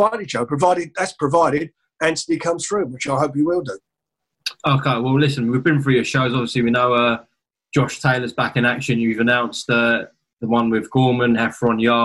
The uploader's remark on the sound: On Zoom